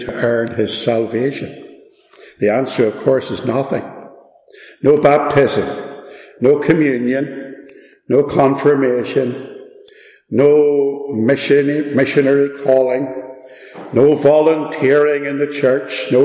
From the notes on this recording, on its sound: This message was part of a Good Friday Service at Ballymacashon, - please excuse the echo.